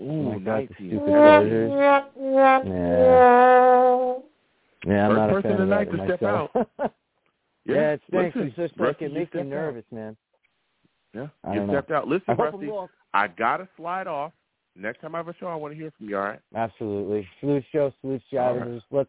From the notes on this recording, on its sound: Tonight, live at 7pm eastern. I take live callers!